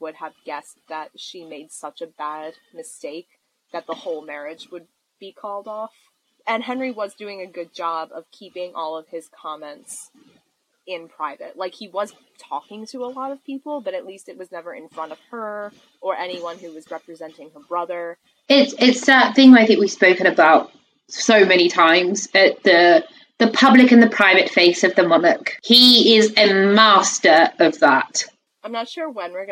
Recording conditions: poor sound quality